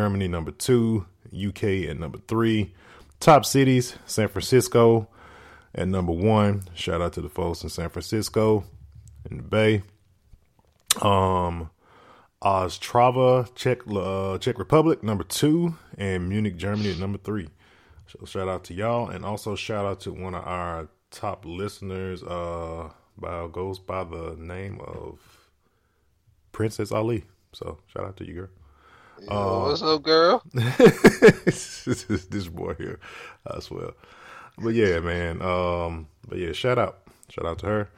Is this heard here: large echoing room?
no